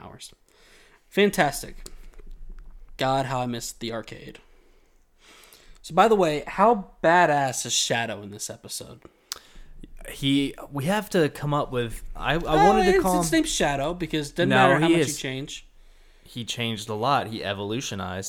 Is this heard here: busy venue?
no